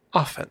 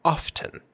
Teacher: Most often, we will say often. But in the mid Atlantic, transatlantic accent, that T is very strong. · Shown in: second take